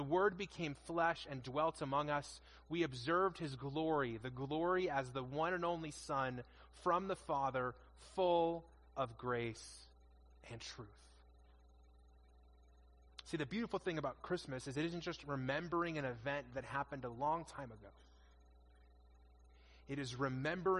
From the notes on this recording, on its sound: In this message delivered at our 2021 Christmas Eve services